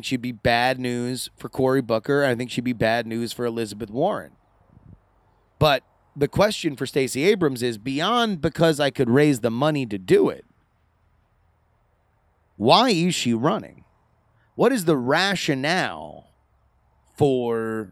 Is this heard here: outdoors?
yes